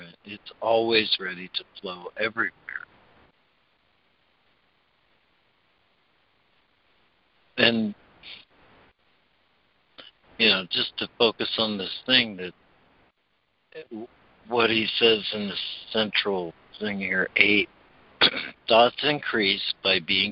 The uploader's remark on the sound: ACIM Daily Conference Call